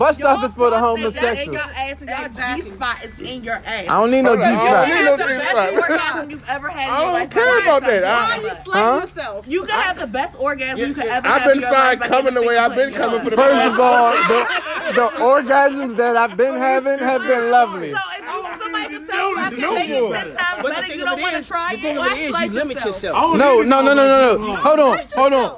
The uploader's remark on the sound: The Boncast (Live Episode). A Very Special Live (And Spontaneous) Episode Recorded On Location At One The Legendary Bonfires.